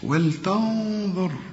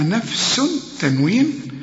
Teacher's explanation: الراء هنا ساكنة ومفخمة · Shown in: first take